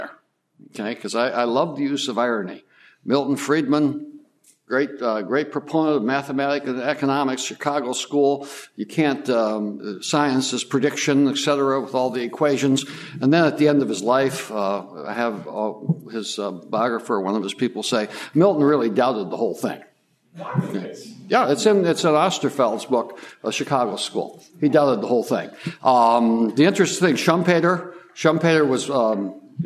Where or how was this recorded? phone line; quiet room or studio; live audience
live audience